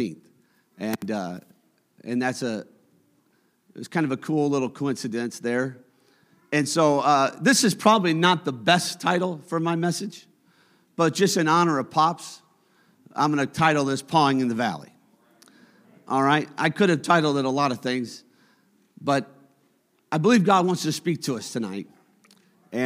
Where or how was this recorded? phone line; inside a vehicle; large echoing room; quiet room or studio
large echoing room